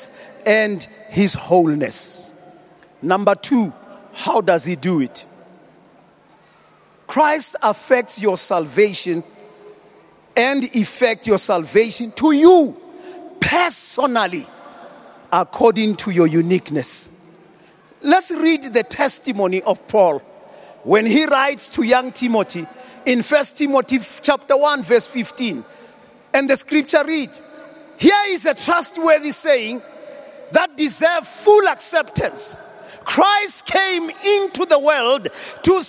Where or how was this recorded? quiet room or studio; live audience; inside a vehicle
live audience